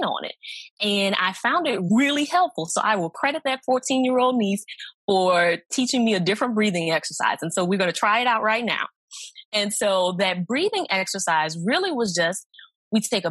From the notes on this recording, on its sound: (LIVE Recording). Today’s episode is from our Zoom Live recording on Memorial Day 2020.